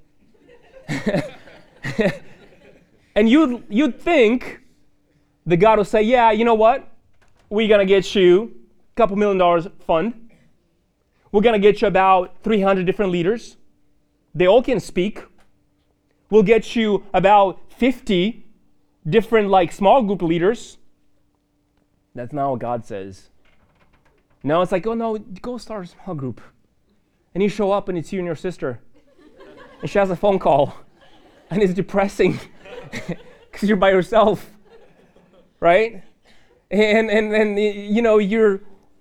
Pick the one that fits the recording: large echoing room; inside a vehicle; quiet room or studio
large echoing room